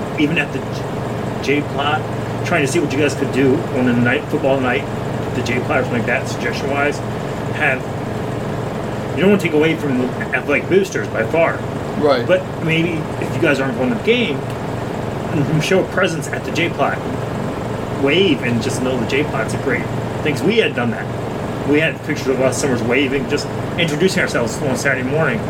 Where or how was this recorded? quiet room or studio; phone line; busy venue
busy venue